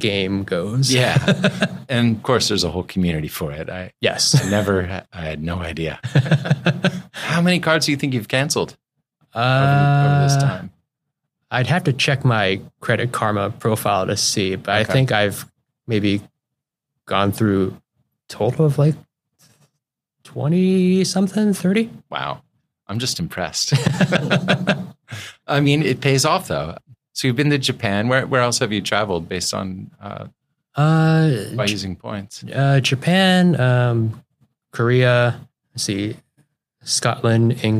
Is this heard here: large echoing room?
no